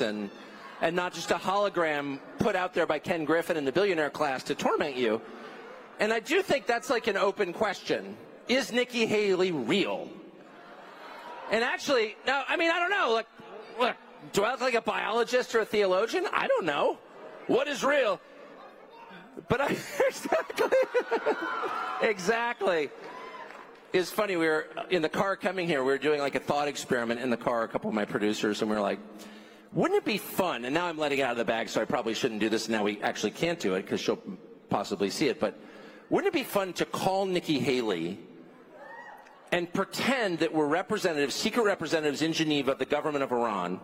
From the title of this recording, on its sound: speaks at AmericaFest